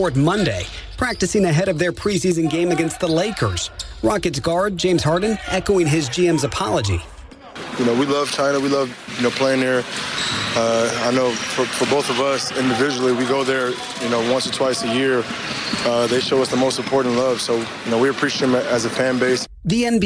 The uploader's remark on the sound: Live from the New York Stock Exchange.